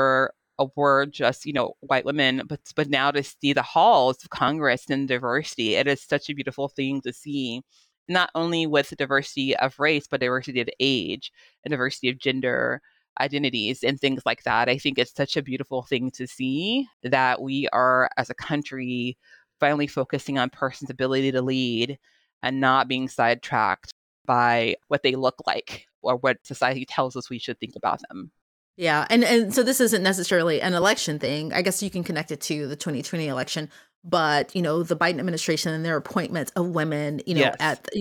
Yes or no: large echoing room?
no